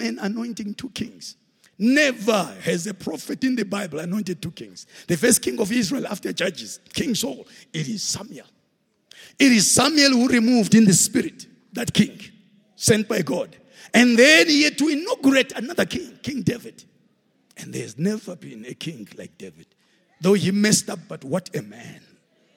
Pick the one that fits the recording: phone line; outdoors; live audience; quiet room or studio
live audience